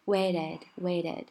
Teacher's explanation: 它这个 t 被浊化，变成了介于 t 和 d 之间的这种感觉，它不爆破